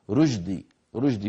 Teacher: الرشد لما يأتي شين ساكنة بعدها دال، أغلبنا في العاميات يقلبها جيم، جيم بيقول لك الرشدي الرشدي، حتى إذا إنسان اسمه رشدي غالبا العوام ماذا يقولون؟ رشدي رشدي، فيستسهلون قلب الشين جيما لأنهما من المخرج ذاته